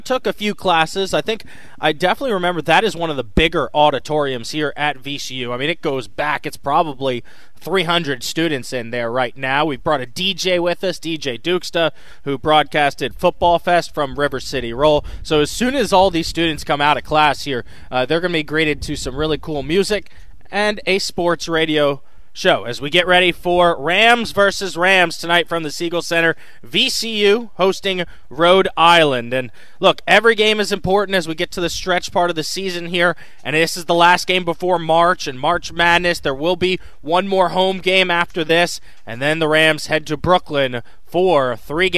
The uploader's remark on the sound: As we launch The Sports App live from campus. Live from VCU campus.